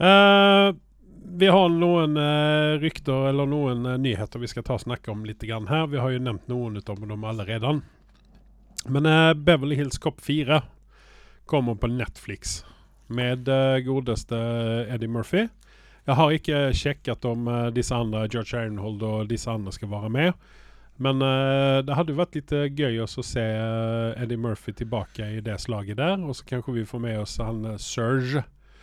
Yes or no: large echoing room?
no